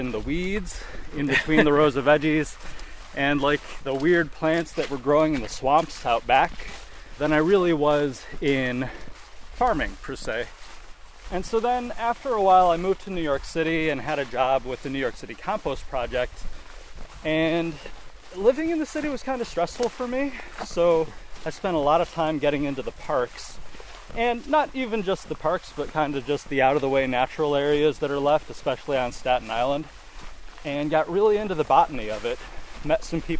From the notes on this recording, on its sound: The episode was recorded on June 17, 2023 at the Floating Fen near Fredonia, NY.